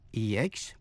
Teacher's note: expertise, là nhấn vần ba